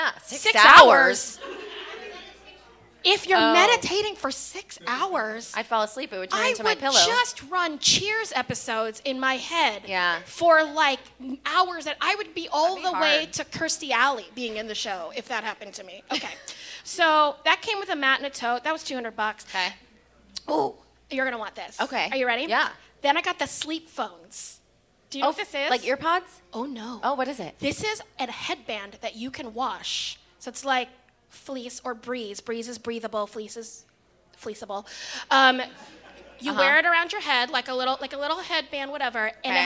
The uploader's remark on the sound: LIVE! from Respect: Women's Podcast Festival!